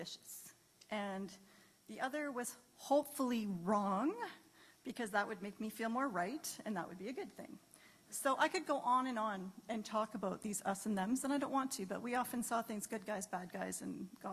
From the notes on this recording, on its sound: This was a live great live service